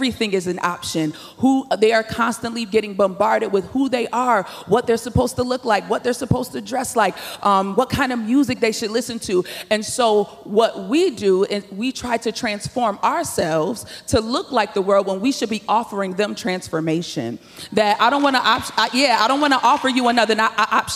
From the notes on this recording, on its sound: In this main stage session, a panel of experts hold a conversation on Gen Z & the church.